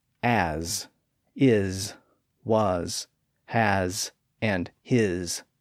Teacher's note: They're also very old words, and even though they're pronounced with a Z sound at the end, we spell them with an S